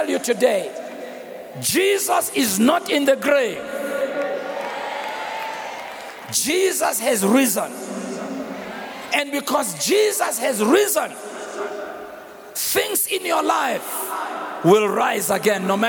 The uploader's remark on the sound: preached on Resurrection Sunday at the Annual Good Friday Celebration held at Orlando Stadium on the 09th of April 2023